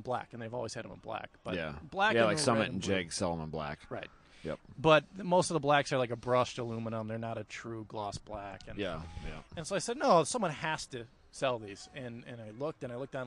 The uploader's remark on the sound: Live From Honda Meet.